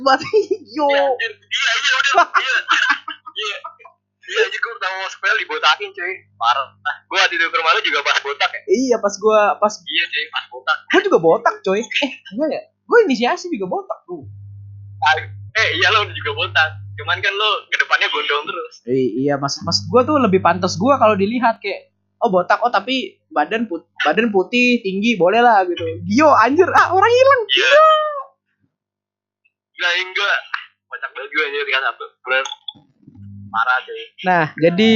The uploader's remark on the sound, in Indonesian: Ini podcast perdana yang dilakuin tanpa ada orangnya langsung alias lewat call Whatsapp! Udah pake audio seadanya, putus-putus pas di call, ehh banyak gangguannya pula wkwkw.